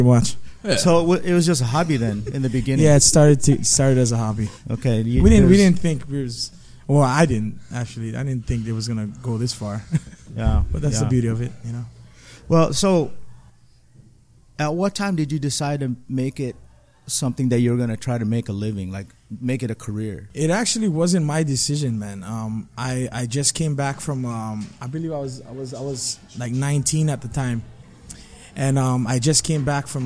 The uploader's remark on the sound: we chat backstage before a sold out crowd at The Aging Room in Long Beach, Ca